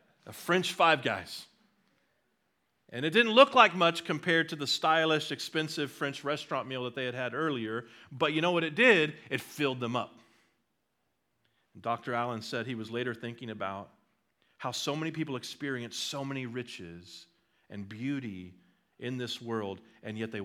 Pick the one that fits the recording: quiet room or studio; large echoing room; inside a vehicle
large echoing room